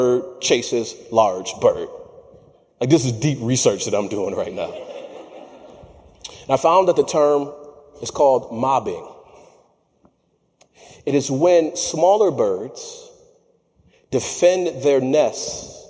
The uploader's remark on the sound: features a clip from my keynote presentation at the National Association for Court Management Conference in Las Vegas.